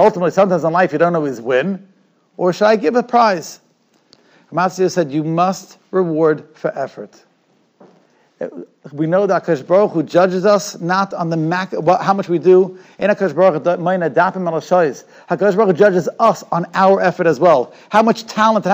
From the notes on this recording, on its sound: Shiur recorded in Yeshivas Ohr Reuven, Monsey, NY.